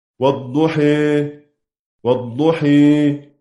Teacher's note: إنك تأتي بهذا الألف وتنحو به كده نحو الياء، ده نسميه إمالة